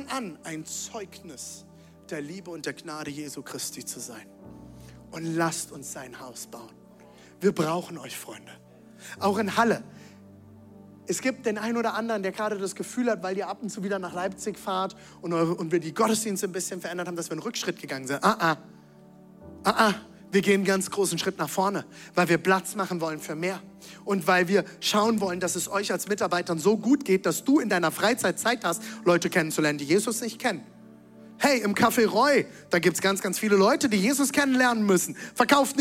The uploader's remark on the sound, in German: Zealchurch Leipzig. Audiomitschnitt der Predigt.